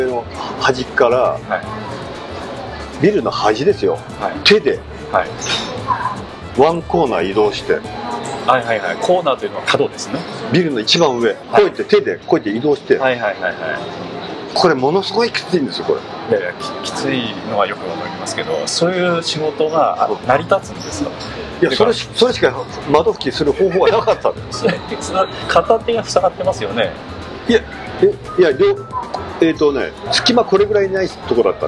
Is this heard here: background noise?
yes